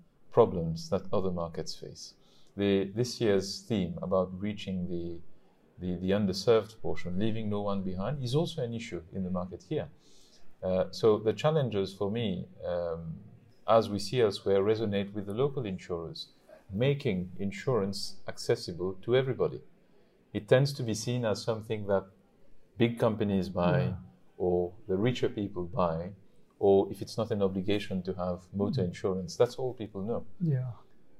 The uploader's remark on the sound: at the OESAI 45th annual conference. Hosted in Mauritius.